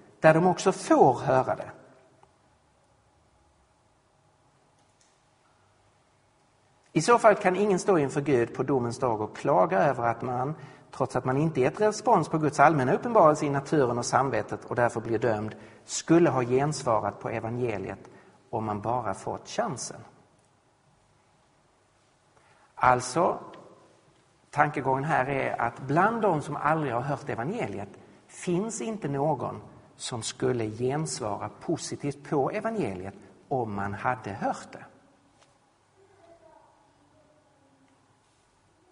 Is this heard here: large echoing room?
yes